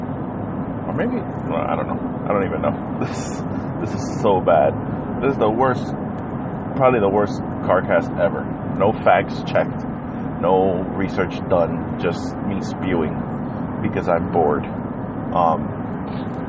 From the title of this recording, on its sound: The Everything Carcast!